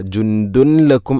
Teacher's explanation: ജുന്ദുൻ, അതുപോലെ ദാലിൽ തൻവീനാണ്, ശേഷം ലാം, ഇദ്ഗാം ബിലാഗുന്ന, തൻവീനിനെ ലാമിലേക്ക് കൂട്ടിലയിപ്പിക്കണം. അപ്പോൾ ആ നൂനിൻ്റെ ശബ്ദം കേൾക്കൂല